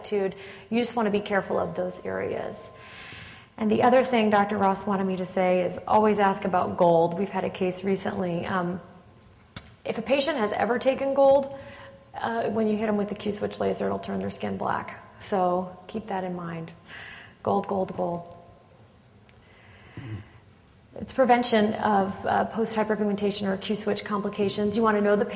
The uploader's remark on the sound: Audio podcast from the 6th Annual Fall Coference in Tampa, Florida.